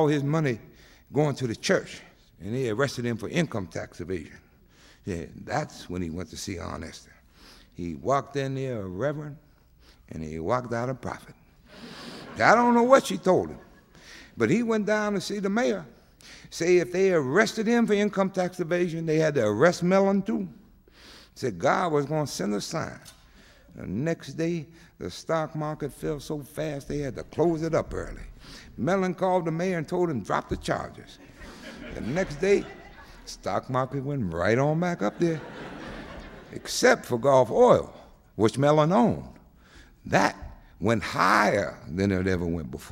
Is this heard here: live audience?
yes